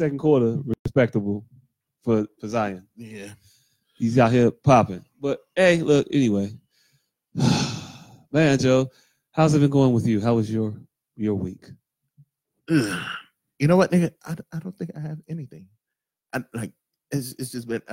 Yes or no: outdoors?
no